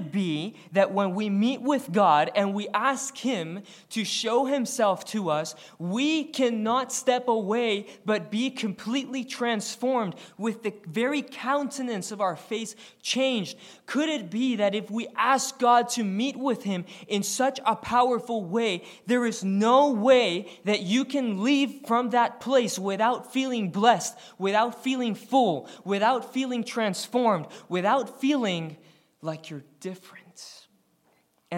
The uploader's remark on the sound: Recorded on February 4, 2023, at the Ringgold Seventh-day Adventist Church.